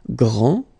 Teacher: This final D is not pronounced.